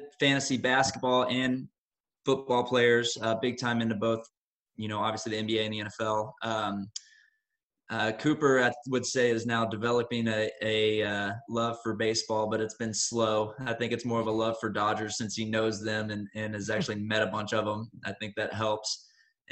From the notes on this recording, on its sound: This was our first recorded Zoom video interview and the first time interviewing two people.